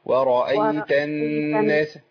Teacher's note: النون عندي مشددة يبقى نغنها شوية